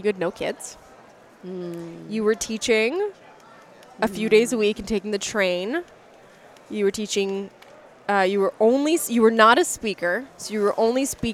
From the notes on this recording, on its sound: Recorded live at the California Dental Association on the trade show floor.